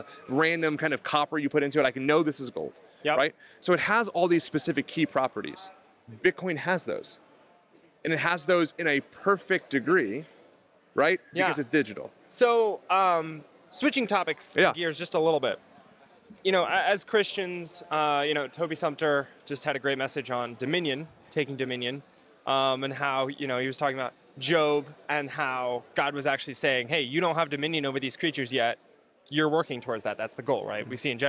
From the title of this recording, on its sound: FLF conference interview